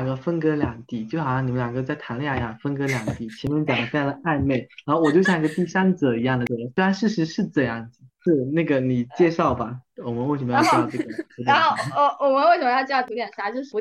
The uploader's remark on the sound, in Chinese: 录制当天有人加班，有人设备出错，有人得了重感。录制后发现，好多难剪的口癖、抢话以及扯七扯八。